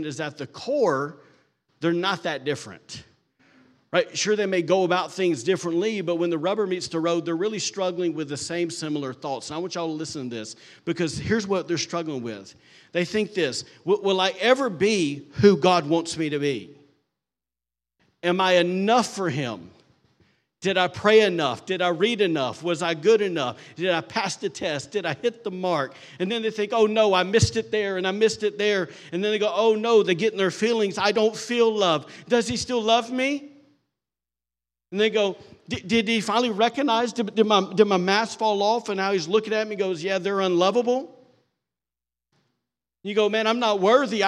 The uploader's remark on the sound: recorded on Sunday, August 6th, 2023, during service at The Anchor Church in Rockport, Maine